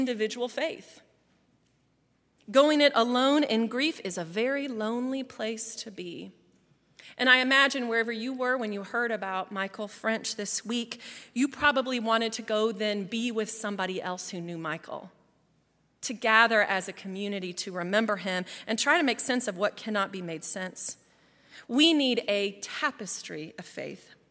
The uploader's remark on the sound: At Highland Baptist Church.